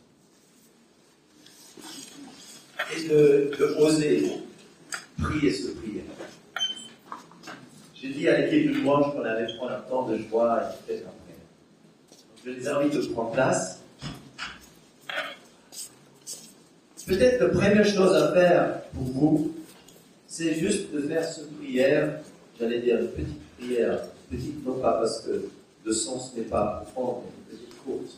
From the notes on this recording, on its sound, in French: Enregistré à l'église CVV, le 24/10/2021